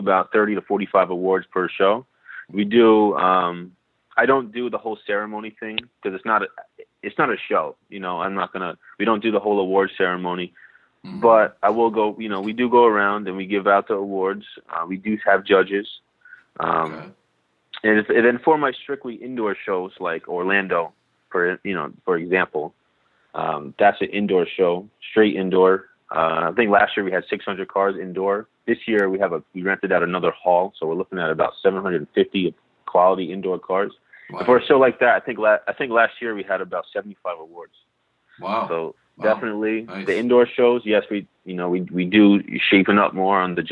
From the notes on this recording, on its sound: on the phone for a conversation